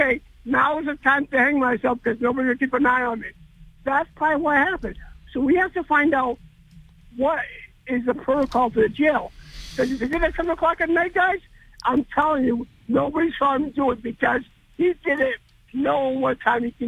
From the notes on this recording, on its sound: take calls and WBSM app-chat messages from the audience